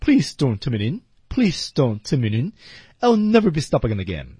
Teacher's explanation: 黑人讲英语是怎么样的？哎，语调自带下沉，自带降调